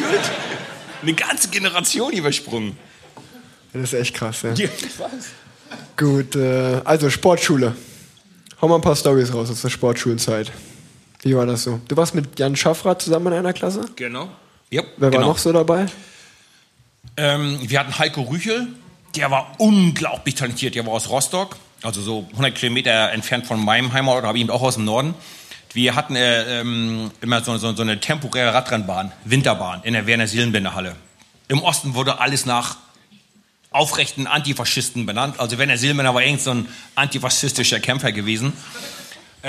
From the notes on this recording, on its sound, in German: Live Podcast aus Köln